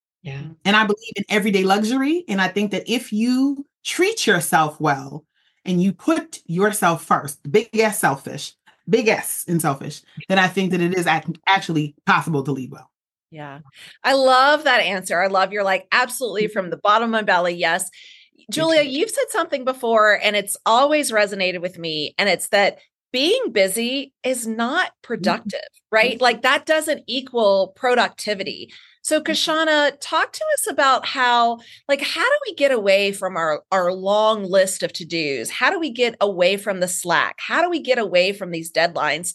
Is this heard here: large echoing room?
no